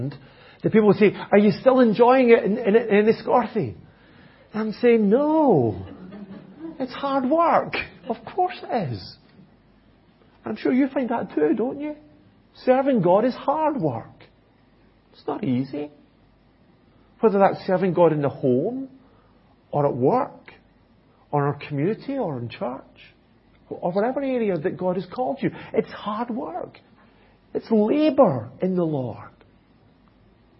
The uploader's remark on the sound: At Enniscorthy Christian Fellowship, Enniscorthy, County Wexford, Ireland.